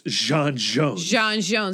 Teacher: you get like a J sound, but with a little bit of a fricative Z in there. Yeah.